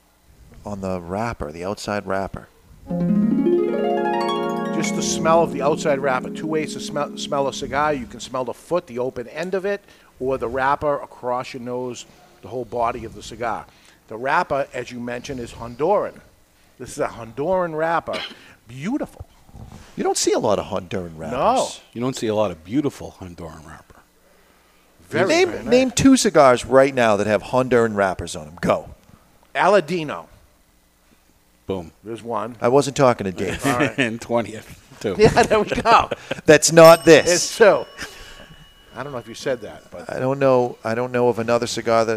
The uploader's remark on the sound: Live from Two Guys Smoke Shop in Salem, NH